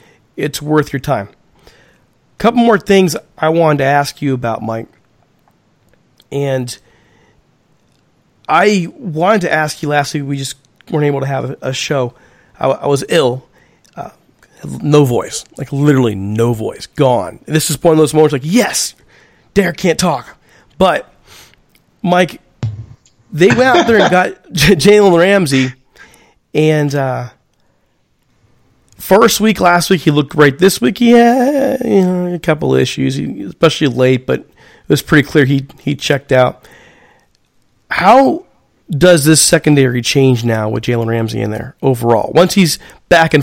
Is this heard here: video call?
no